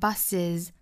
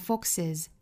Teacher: 读音就要变化，统一要加一个小小的元音 a，读成 is